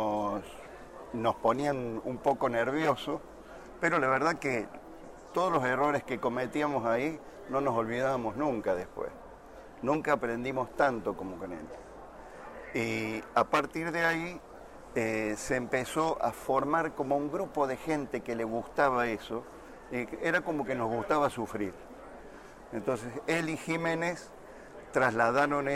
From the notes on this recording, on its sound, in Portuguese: No episódio de estreia do Gera Highlights, gravado durante a 49ª Jornada Paulista de Radiologia, realizada em maio de 2019, em São Paulo.